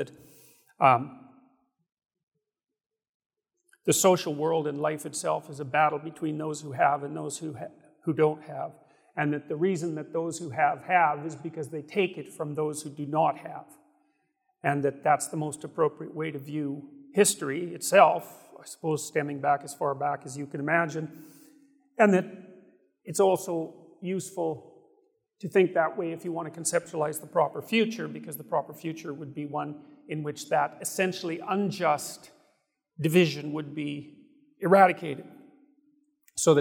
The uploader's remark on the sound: guests gathered at the Sovereign Nations Conference at the Trump International Hotel in Washington, DC